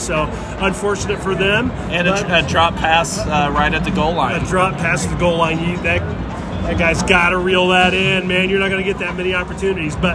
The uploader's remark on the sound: On location from Lucas Oil Stadium in Indianapolis for the 2022 CFP National Championship Game.